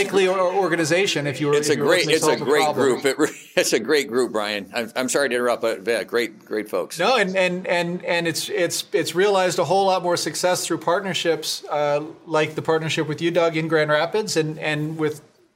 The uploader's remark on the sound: we’re bringing you a conversation from our recent Business Matters 2021 conference